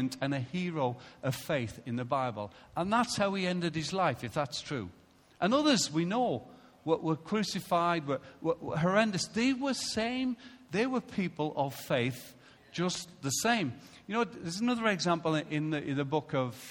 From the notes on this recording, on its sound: Recorded live at Life Church on Sunday 7th February 2016.